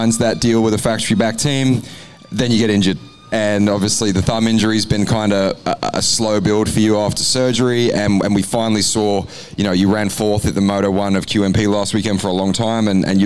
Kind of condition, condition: setting, busy venue